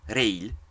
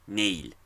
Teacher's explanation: à Séoul, les R et L ont disparu et ont été remplacés par des N ou ont été totalement éliminés · Shown in: second take · Et les N ont, eux, aussi totalement disparu.